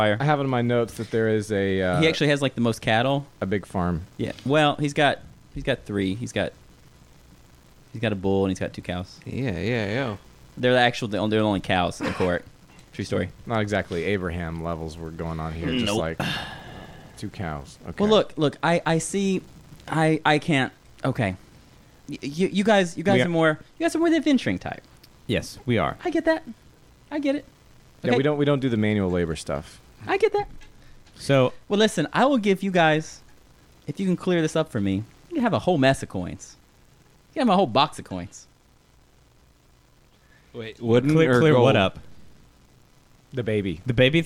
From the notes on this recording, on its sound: Apologies for the weird background noise—will fix that for next time.